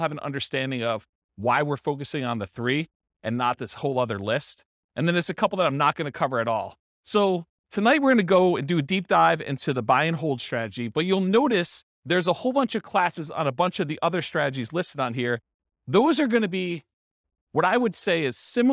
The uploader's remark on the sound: This was a live class recorded